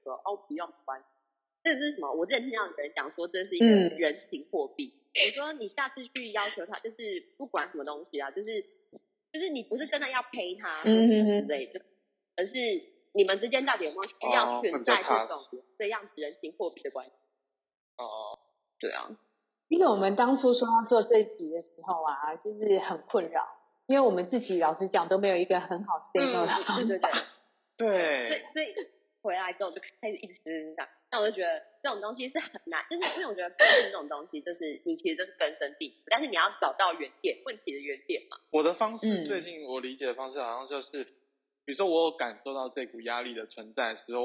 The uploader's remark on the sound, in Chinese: 本集因錄音方式導致收音欠佳